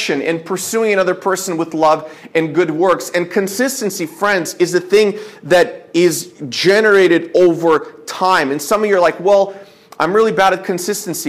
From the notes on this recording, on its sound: This is a sermon I preached at my church